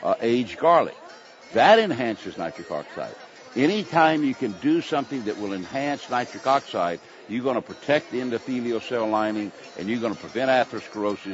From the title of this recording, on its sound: Live from Expo East in Baltimore, MD